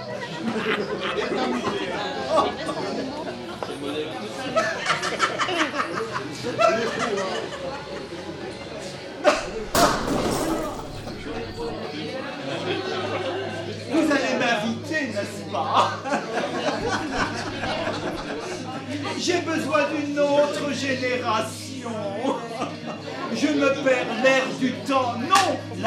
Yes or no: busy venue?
yes